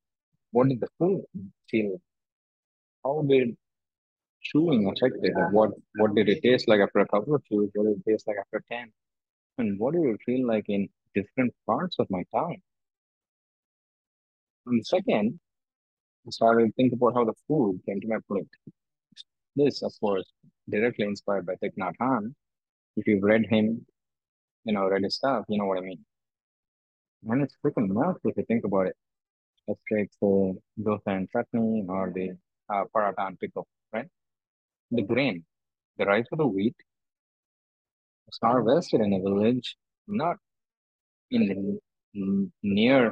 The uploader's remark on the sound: I am travelling - hence the delay in the post and the audio quality.